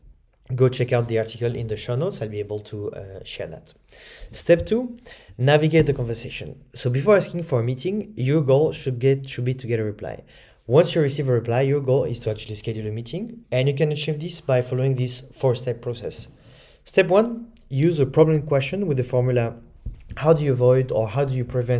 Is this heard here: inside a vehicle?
no